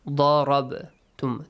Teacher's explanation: The letter ba is pronounced with an echoing sound.